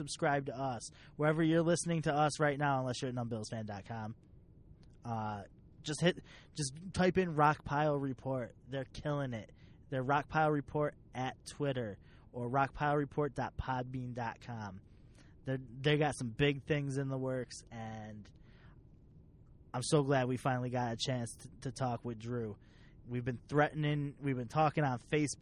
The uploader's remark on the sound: We rolled out the mobile unit and laid down a quick episdoe in the van. In the parking lot at Batavia Downs.